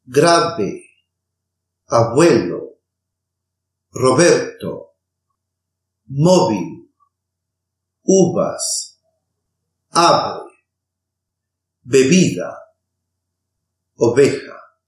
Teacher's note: The approximant B and V occurs in the middle of a word or a phrase.